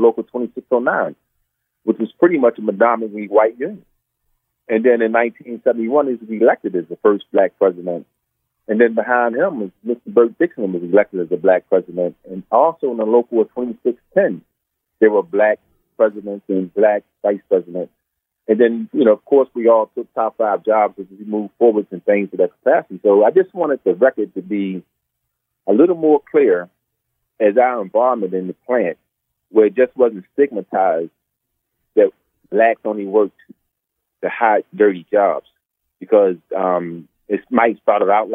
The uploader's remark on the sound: In this bonus episode, we hop on the phone